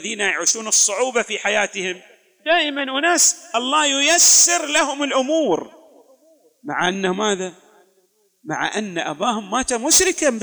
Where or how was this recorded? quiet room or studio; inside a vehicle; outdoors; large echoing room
large echoing room